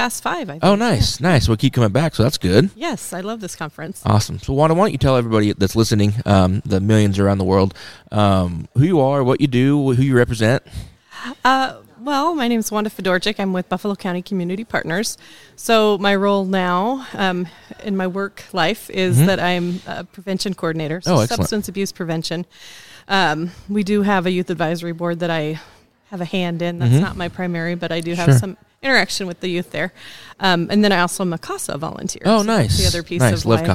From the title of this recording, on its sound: Live from the 2023 NJJA Conference